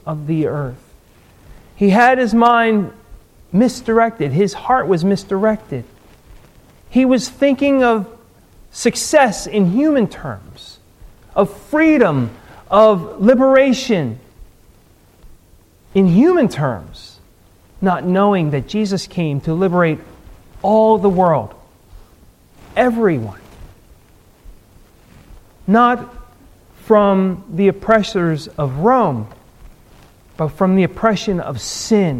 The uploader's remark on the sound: Recorded at Ebenezer UMC on March 1, 2015